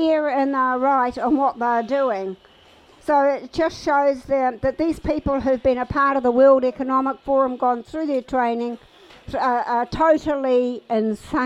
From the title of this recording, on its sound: Let’s Not Forget Tour Stop 3 - Towai Tavern - Whangarei